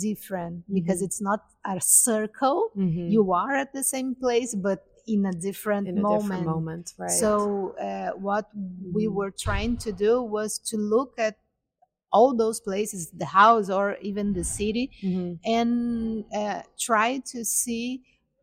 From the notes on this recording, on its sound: IFFR 2024. This series was recorded on site and shares three highlights from the dynamic festival.